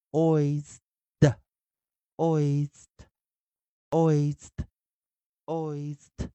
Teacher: 它不是 s 一念 s，它是 s 一念浊化 z